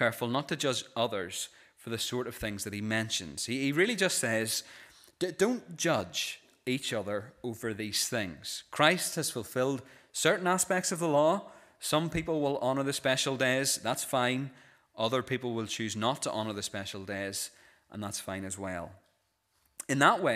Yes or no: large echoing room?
yes